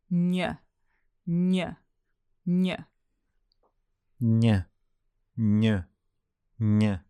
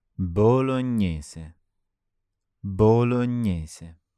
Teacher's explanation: The GN combo is a bit like a cross between a N and a Y. So start with N, N, N.